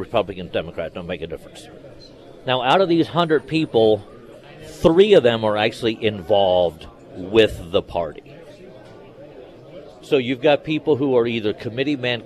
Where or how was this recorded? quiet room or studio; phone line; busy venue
busy venue